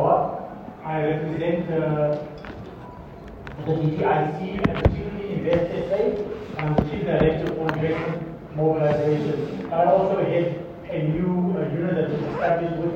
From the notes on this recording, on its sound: Zhejiang Jinhua-South Africa Trade & Investment Promotion Conference, held at the Gallagher Convention Centre.